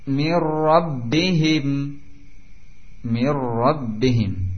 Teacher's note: Demikian pula ketika bertemu dengan ra, mir rabbihim mir rabbihim, hilangnya huruf nun dan masuk secara sempurna dengan ra karena sifatnya pun hilang. Tentunya tanpa digunahkan, tanpa dibaca dengan panjang. · Term: idgham